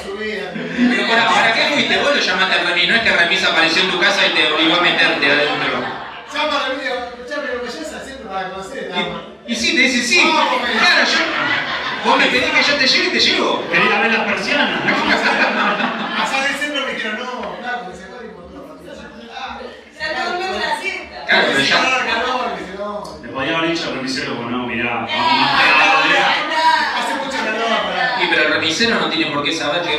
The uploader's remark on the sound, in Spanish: Función en vivo en Bernal. La hicimos en nuestro bar amigo de Ríe Bar de Bernal. Tuvimos un problema con la consola, por eso el audio no salió perfecto.